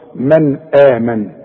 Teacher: النون ساكنة وبعدها الهمزة، يبقى النون دي حرف إظهار ما غنش